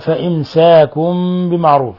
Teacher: الحكم التجويدي إقلاب حيث قلبنا النون ميما مخفى عند الباء.